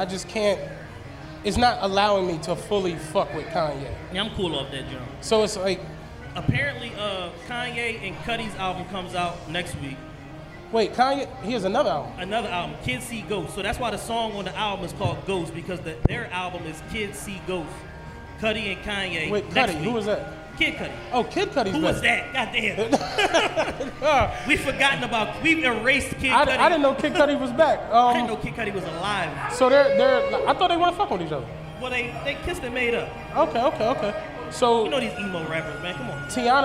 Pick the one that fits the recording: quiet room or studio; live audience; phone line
live audience